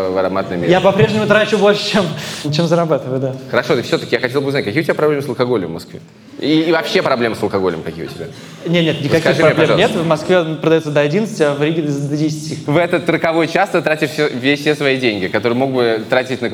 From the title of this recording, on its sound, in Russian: Выпуск, записанный на сцене